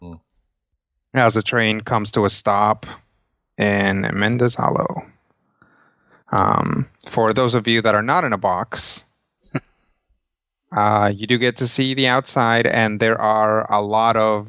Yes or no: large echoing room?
no